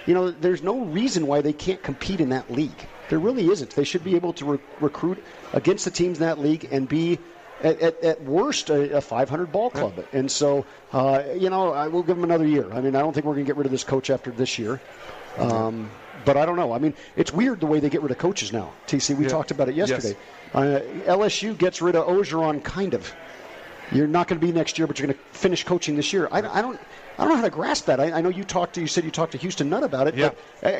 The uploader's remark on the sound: Live from The Cosmopolitan of Las Vegas.